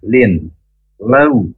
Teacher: karena di sini ada wawu sukun tetapi sebelumnya berharokat fathah, maka jangan sampai dibaca panjang. Hanya lunak saja, ya, lin, lau, ya, seperti itu harus cepat.